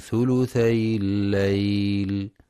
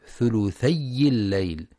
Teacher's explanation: ينتبه القارئ لتخفيف الياء وعدم تشديدها في كلمة ثلثي · Shown in: first take · فلا يقرأ ثلثي الليل بتشديد الياء.